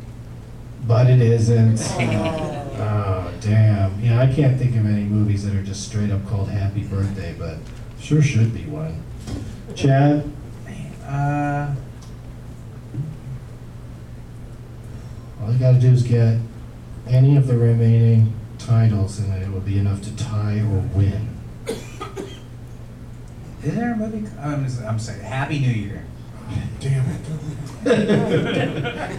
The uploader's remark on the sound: Live from the Punchline in Sacramento